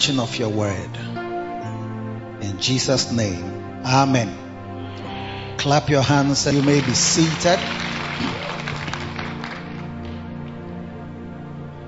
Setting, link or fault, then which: setting, large echoing room